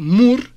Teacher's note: Es labial como la P para la R. Subo el pico de la lengua al paladar para que allí vibre la apical, mur. Después bajo la lengua y la pongo en contacto con los dientes y sale la C.